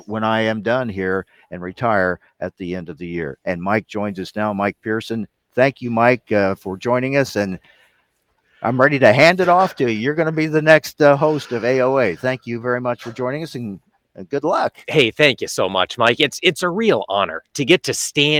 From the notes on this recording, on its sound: live from NAFB 2021